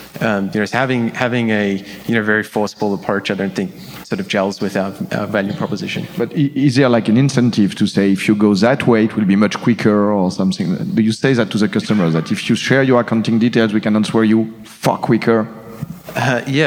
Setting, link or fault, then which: setting, busy venue